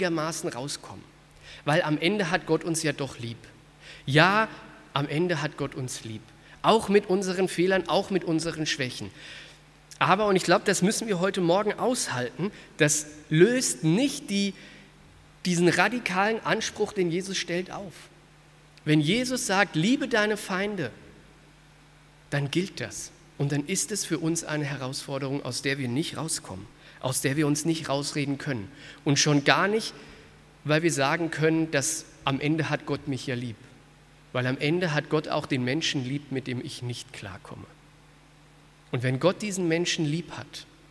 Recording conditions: large echoing room